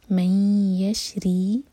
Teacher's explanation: ومن الناس من یشری، جب بھی ادغام غنہ کے ساتھ کریں تو دو سیکنڈز کا ٹائم ضرور دیں، جلدی نہ پڑھیں. من یشری، را کے نیچے کسرہ تو را باریک